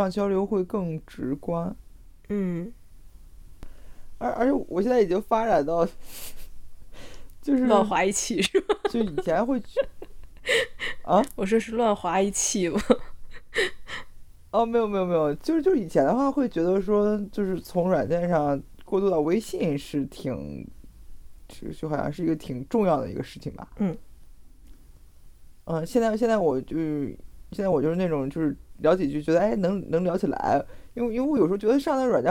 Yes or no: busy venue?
no